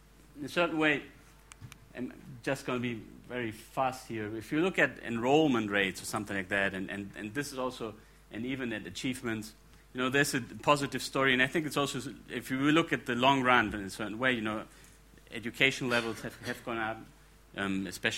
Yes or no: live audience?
yes